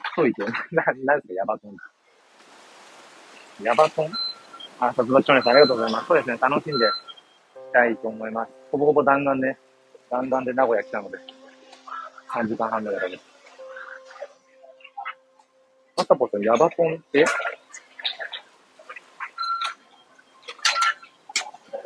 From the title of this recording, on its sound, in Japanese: 人生初の名古屋駅周辺を散策中。